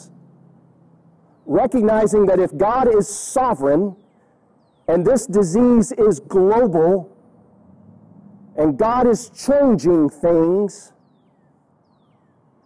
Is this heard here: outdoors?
yes